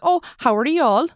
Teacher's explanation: the Y just gets completely dropped.